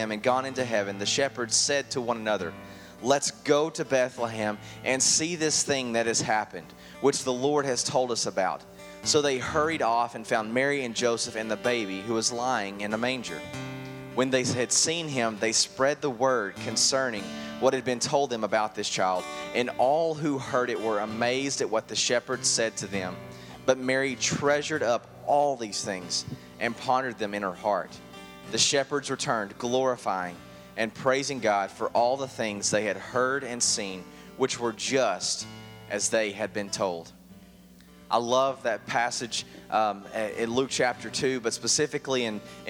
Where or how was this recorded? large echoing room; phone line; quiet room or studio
large echoing room